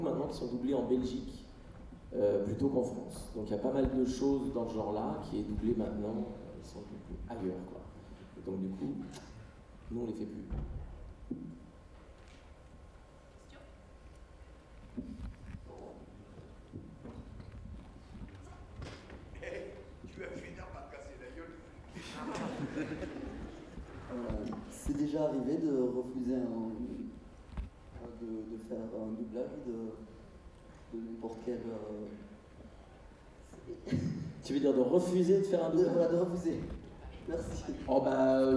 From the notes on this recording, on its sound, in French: Conférence TGS Springbreak 2017. Le panel des acteurs dont on connait plus la voix que le visage.